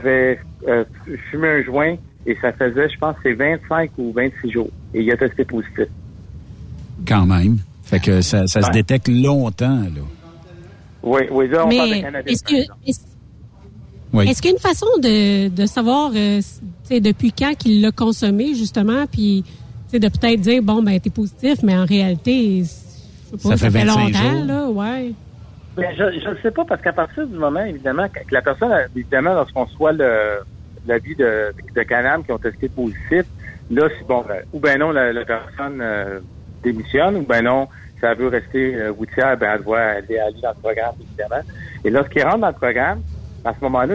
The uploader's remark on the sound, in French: En direct de Traction en tournée. Le directeur des ventes chez UAP Véhicules Lourds décrit cet événement qui regroupe de nombreux fournisseurs et clients.